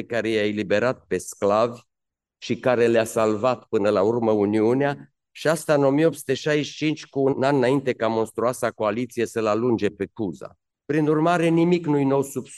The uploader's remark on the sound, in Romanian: Înregistrare din Aula Academiei Române.